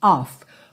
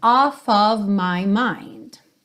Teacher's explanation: Então lembra, com dois Fs, soa F mesmo, off. Com um F só, soa OV